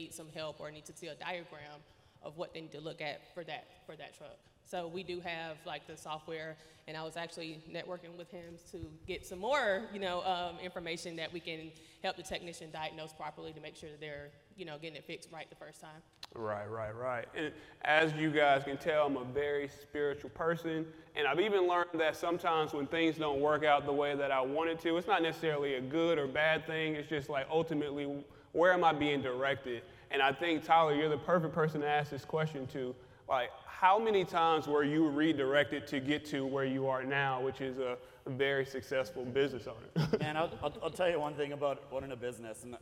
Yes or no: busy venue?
yes